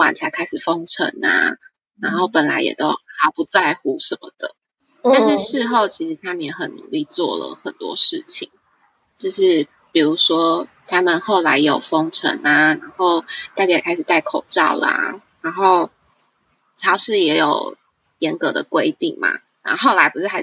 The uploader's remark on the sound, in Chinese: 這一集的音質因為網路不穩的關係不太好。(這就可以聊到西班牙的網路有多差了...)